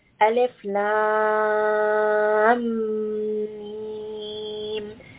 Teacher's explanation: between the lam and the mim, I merge them together. There is idgham. Because of that merging, this is going to be musaqqal.